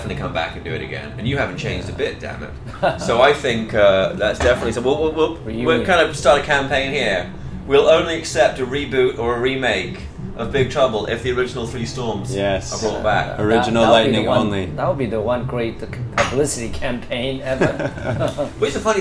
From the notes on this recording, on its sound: Recorded live at the best jazz bar in Hong Kong, Orange Peel!